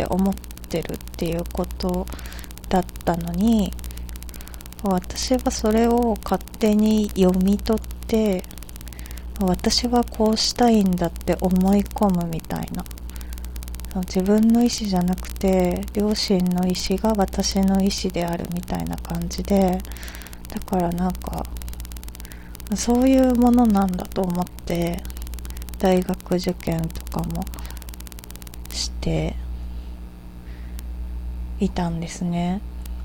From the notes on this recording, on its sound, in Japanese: おふとぅんの中で録音したらなぞのジリジリした音声が入ってしまいましたが、とりとめのない話すぎて再度録音ができないのでこのまま公開します。